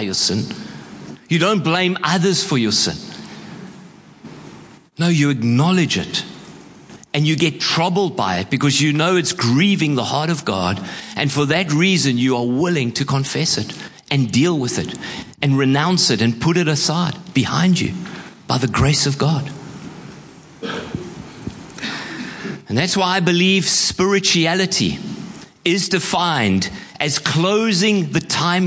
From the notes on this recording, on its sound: Preached at Horsham Downs on 11/02/24